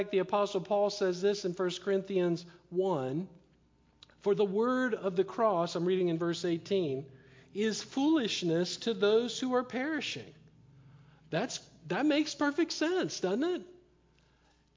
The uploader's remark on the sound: Live Sermon Stream